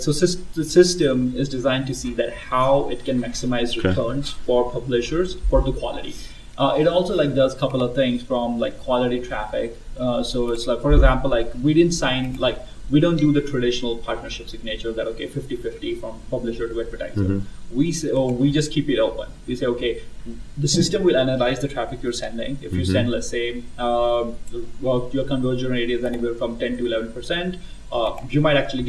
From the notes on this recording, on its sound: Live from SHRM Talent in Las Vegas